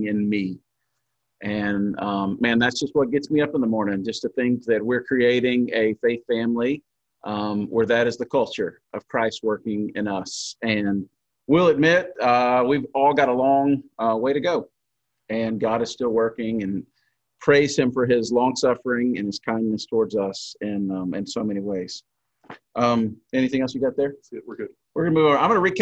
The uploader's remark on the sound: In this session on Zoom